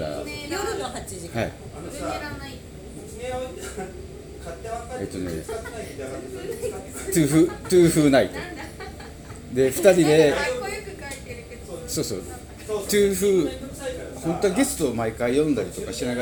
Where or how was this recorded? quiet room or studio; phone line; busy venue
busy venue